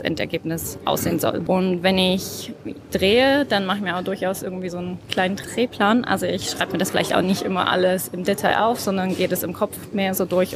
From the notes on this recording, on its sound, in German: die auf der Campixx 2023 in Berlin aufgenommen wurde